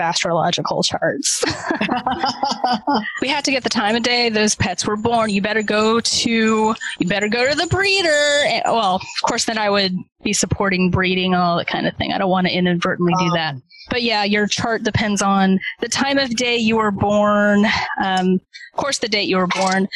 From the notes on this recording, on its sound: We are in the time of the ‘rona and therefore had to record via Zoom. Please forgive any audio wonk that abounds.